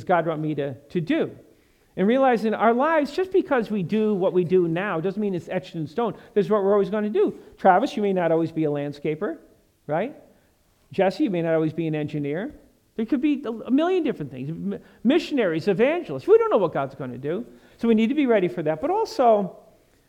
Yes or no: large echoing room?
yes